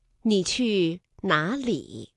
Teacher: 里是上声字，那么放在句尾呢依然读上声字